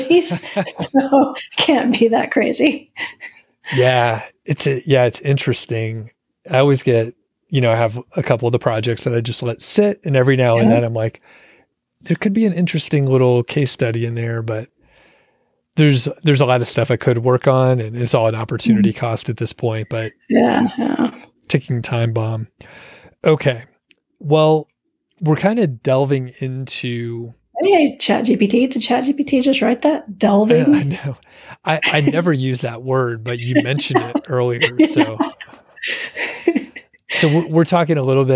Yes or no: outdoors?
no